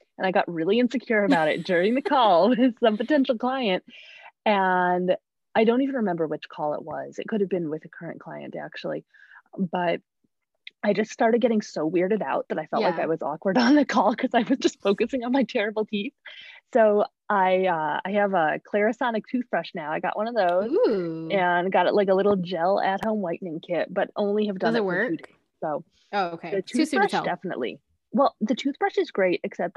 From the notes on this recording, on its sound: Sound quality was affected due to internet at the time of recording.